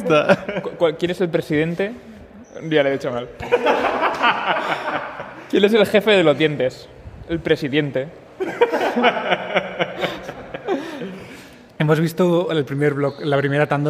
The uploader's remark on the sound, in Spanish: Está grabado en un pasillo del Hotel Meliá de Sitges, el centro neurálgico del Festival de Cine Fantástico.